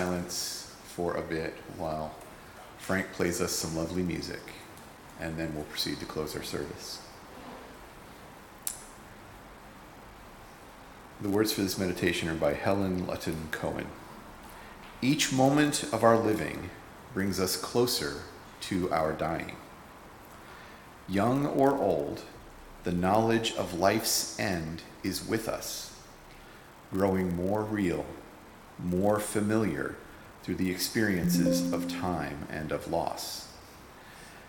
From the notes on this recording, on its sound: Recorded at Auckland Unitarian Church